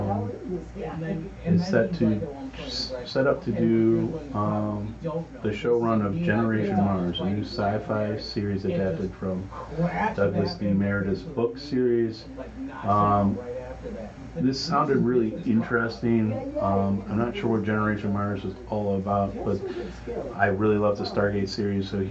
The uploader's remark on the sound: Had some background noise I had to reduce, so we sound a little flat.